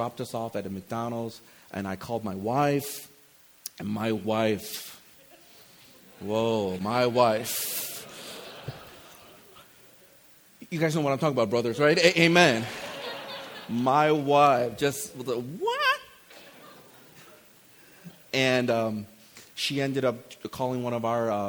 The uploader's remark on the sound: This is the Friday night message from the ReFOCUS Conference.